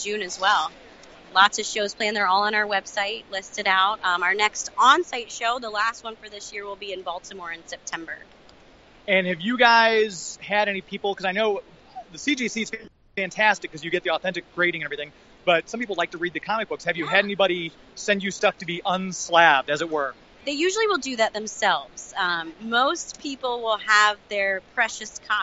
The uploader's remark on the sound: We are LIVE from MegaCon Orlando